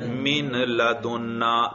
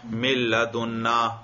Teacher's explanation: تو اس نون کو بھی لام کر کے لام میں ادغام کیا · Shown in: second take